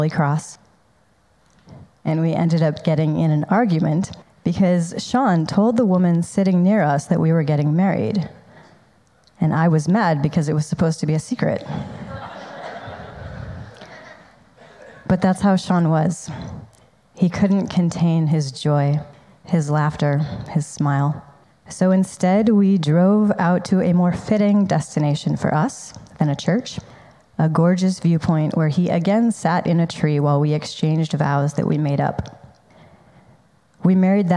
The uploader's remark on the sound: This recording is from his Celebration of Life.